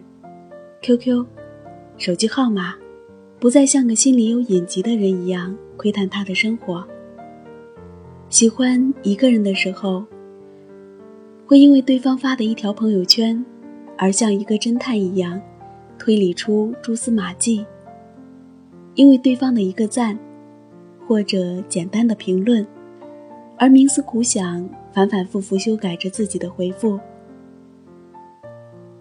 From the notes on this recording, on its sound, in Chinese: 手机录音